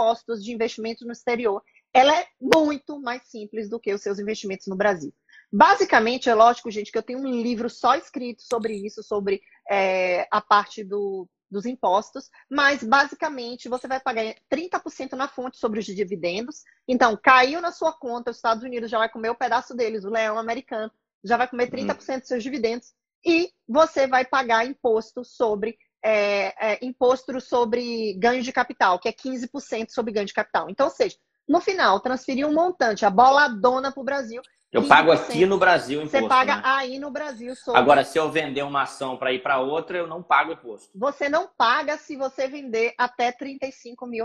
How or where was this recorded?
video call